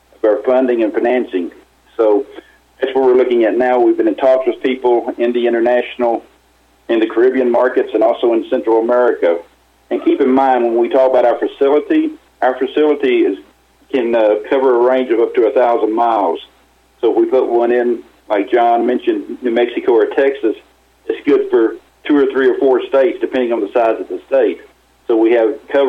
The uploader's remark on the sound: called in to SmallCapVoice